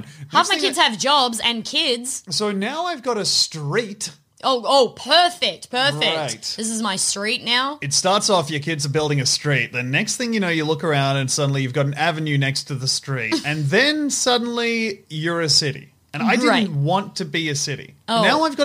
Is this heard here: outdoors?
no